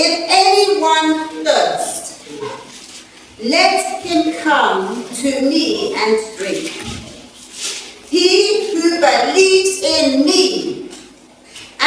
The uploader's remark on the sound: This lesson was recorded live at a training session.